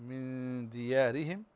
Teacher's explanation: فالراء مرققة يعني مكسورة، والراء التي بعدها مفتوحة فتفخم